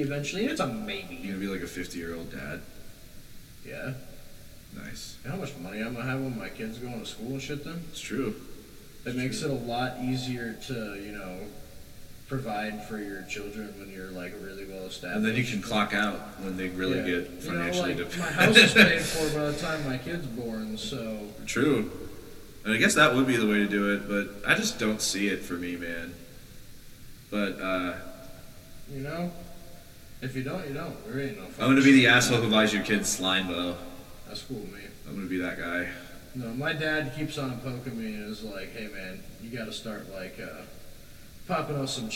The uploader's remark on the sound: They were unable to adequately tune their audio. Enjoy this VERY low sound quality episode.